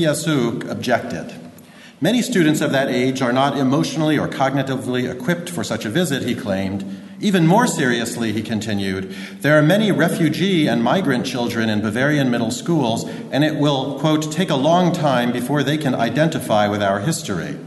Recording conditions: large echoing room